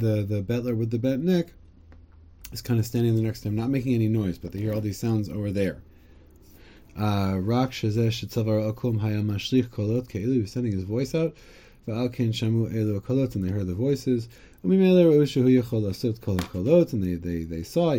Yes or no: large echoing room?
no